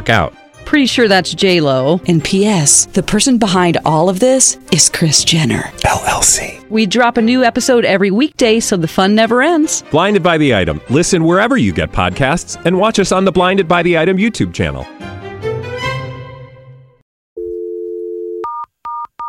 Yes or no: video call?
no